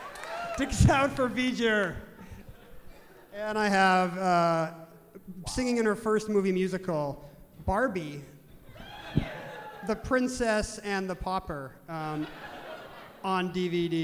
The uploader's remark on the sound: Live from the Neptune Theatre in Seattle